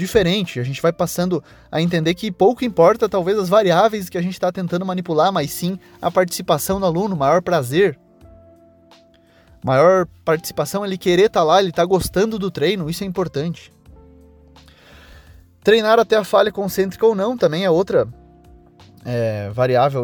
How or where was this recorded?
inside a vehicle